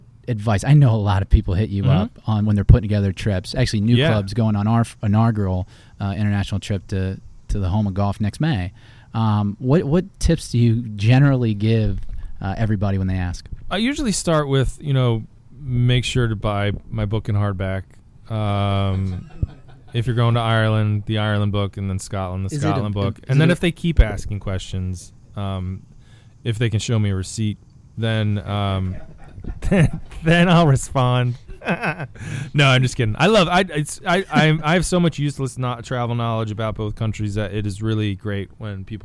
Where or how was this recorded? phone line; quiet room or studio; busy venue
busy venue